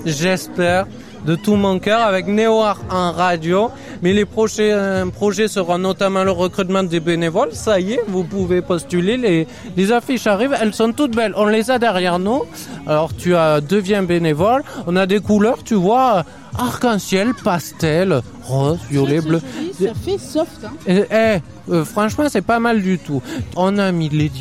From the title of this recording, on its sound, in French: en direct de "Jeunesse en fête"